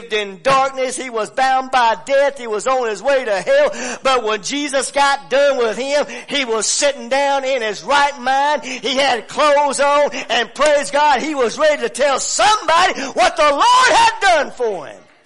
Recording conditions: large echoing room